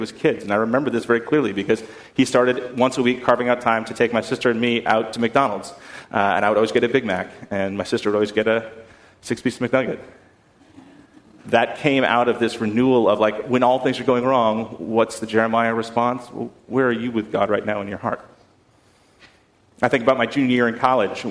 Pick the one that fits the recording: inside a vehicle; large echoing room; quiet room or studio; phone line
large echoing room